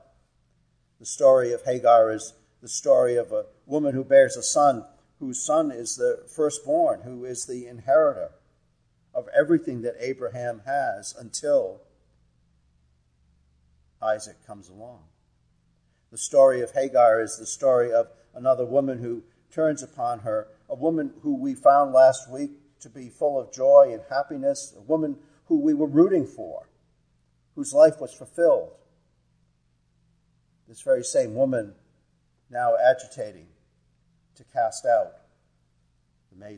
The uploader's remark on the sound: Our worship service at the Old First Church in Bennington, Vermont. Organist.